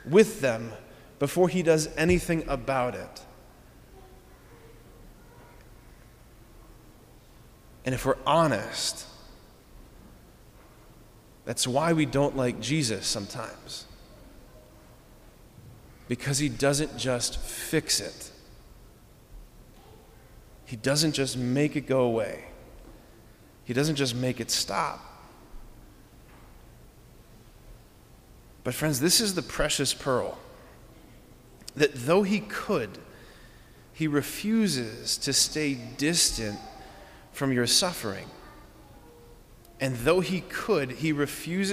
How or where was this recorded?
large echoing room